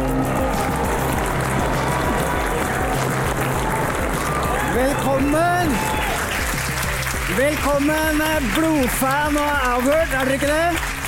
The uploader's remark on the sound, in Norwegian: Avhørt Live fra Rockefeller Del 1